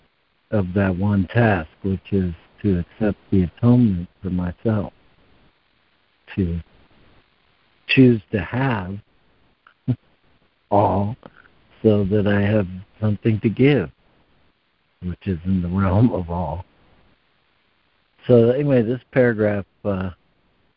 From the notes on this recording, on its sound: ACIM Daily Conference Call